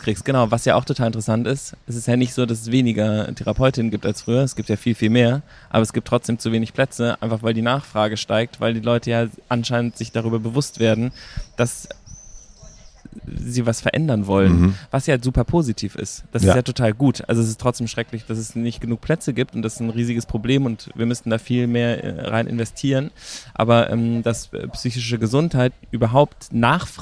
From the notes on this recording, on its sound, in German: Wir haben uns zur Feier des Tages, wie in den guten alten Zeiten, nach draußen gesetzt und dort aufgenommen. Vor dem Studio wurde es uns dann aber doch noch ein bisschen zu ungemütlich und es hat uns nach drinnen verschlagen.